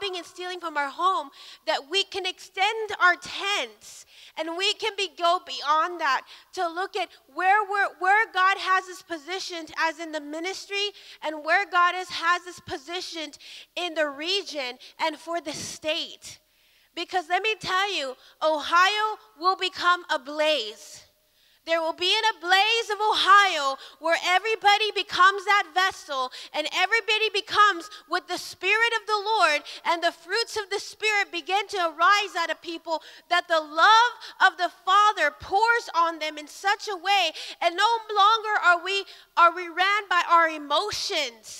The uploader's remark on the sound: Recorded live at Emerging Stream Apostolic Center in Stryker, Ohio.